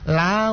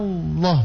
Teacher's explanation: Dibaca dengan tipis yang pertama, yang keduanya dibaca dengan tebal. Jadi kedengarannya menjadi lawoh, lawoh.